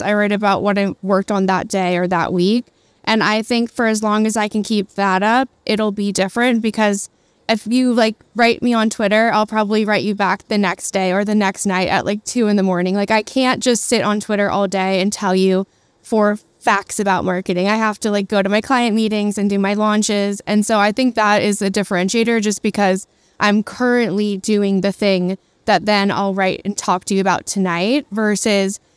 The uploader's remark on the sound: Live at SXSW